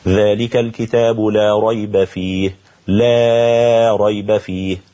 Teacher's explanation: مد لا النافية للجنس للتبرئة لحمزة